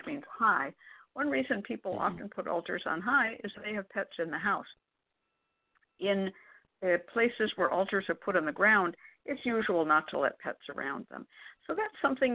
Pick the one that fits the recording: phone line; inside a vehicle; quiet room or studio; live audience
phone line